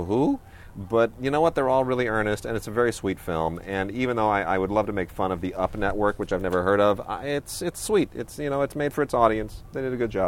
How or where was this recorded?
outdoors